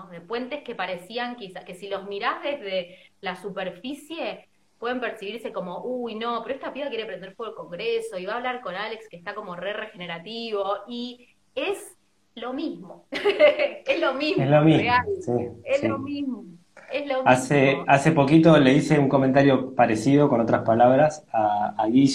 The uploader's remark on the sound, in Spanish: Audio de la charla en vivo por Instagram